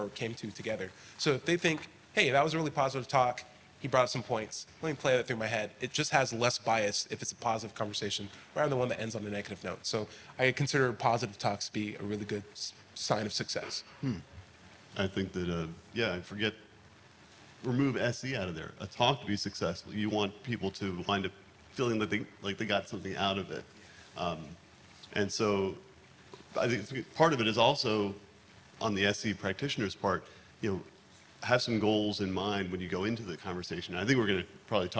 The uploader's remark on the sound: Location: Nashville, Tennessee. The panelists address questions submitted by the SE Community and live audience members at NaNoCon 2019.